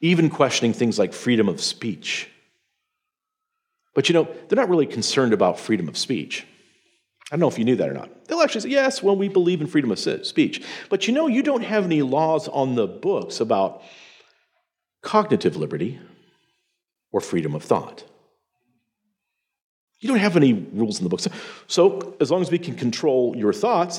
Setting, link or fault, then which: setting, live audience